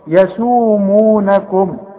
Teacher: شوف المدود دي يسو مو قد بعض، المدود قد بعض، اسمه مد طبيعي